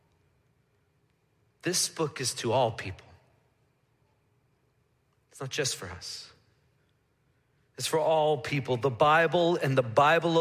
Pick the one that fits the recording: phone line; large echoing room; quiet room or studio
large echoing room